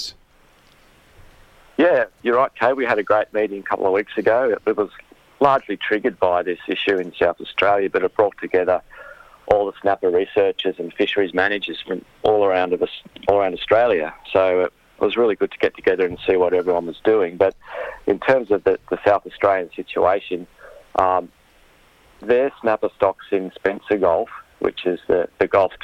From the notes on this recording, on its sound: He'll join us by phone to summarise findings of audits over 2 years.